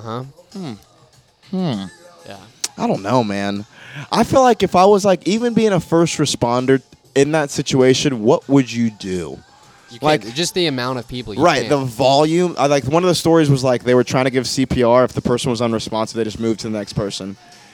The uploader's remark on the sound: Banter before the Shantytown Pub Open Mic